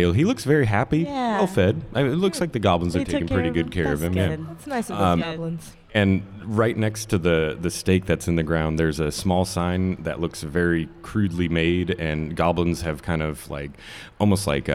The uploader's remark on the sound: Live from PodCon